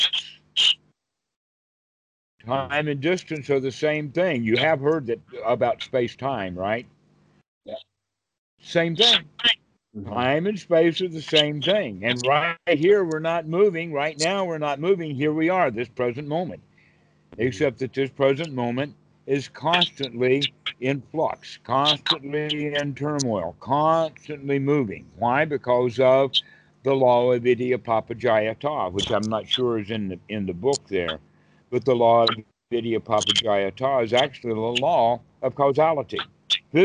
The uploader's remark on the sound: skype calls on this channel